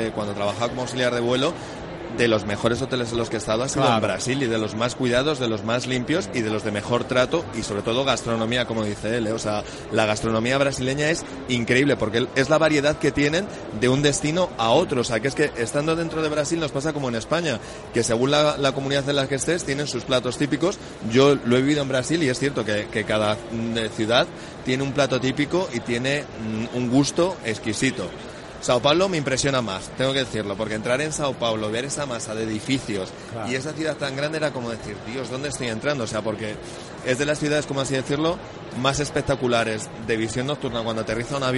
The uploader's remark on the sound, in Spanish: Pontechueca radio ha sido este año la emisora oficial de Fitur Gay LGBT. Por nuestro especial en directo desde el IFEMA, han pasado diversos destinos y empresas que estuvieron allí presentes.